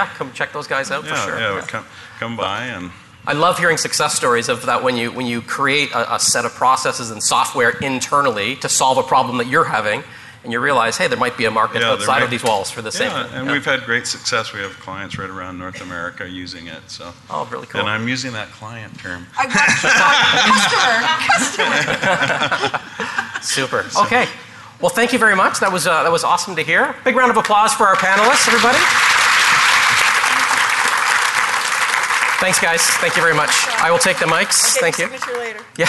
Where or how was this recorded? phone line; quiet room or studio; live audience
live audience